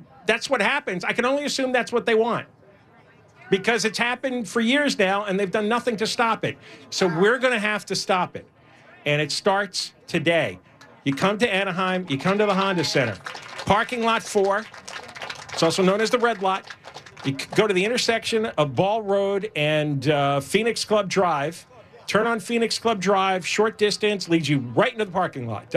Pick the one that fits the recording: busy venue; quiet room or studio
busy venue